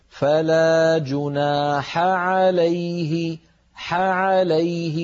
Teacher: الحاء وهي من وسط الحلق مع العين وهي من وسط الحلق أيضا، فباعتبار أن الحاء والعين من المخرج نفسه علينا أن نبين